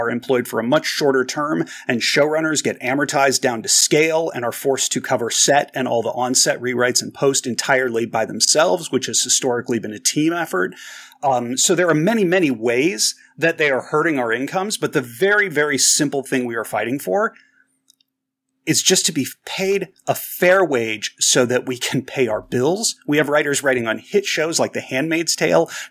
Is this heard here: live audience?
no